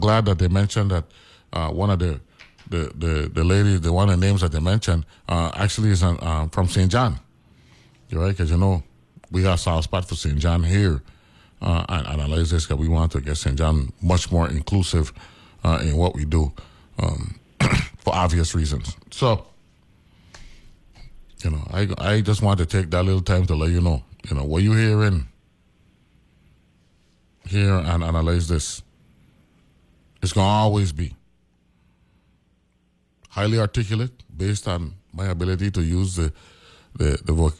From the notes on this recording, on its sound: speaks on the phone